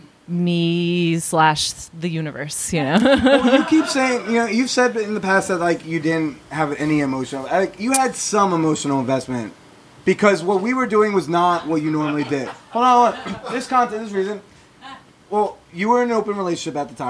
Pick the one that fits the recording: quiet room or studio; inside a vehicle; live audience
live audience